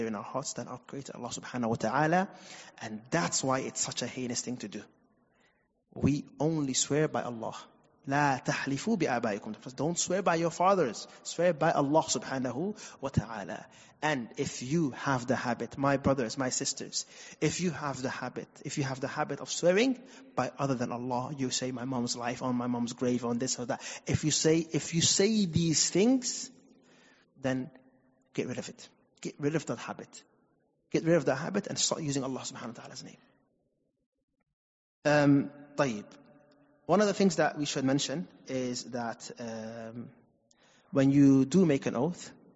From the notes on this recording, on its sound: Recorded at Green Lane Masjid & Community Centre